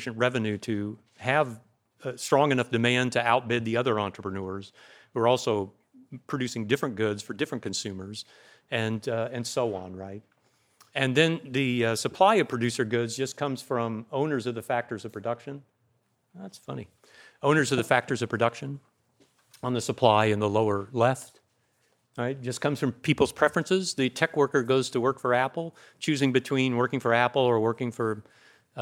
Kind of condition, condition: setting, large echoing room